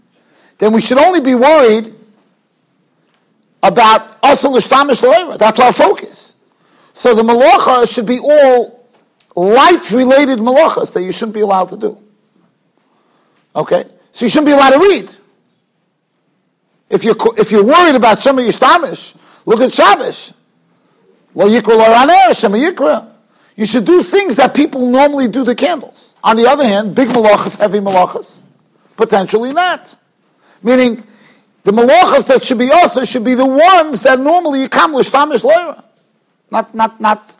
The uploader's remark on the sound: Shiur recorded in Yeshivas Ohr Reuven, Monsey, NY.